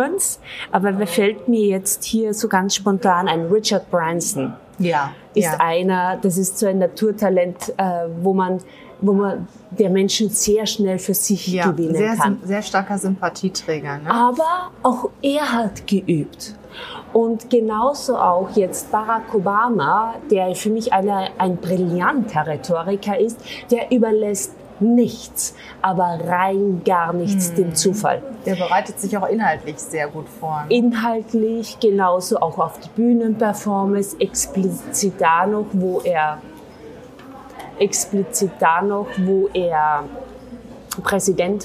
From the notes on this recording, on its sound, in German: Wir nehmen den Podcast zunächst in einem Hotel dann in einem Spielkasino auf, daher gibt es Nebengeräusche.